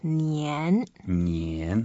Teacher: you need to have the nasal sound 年. 年. Second tone.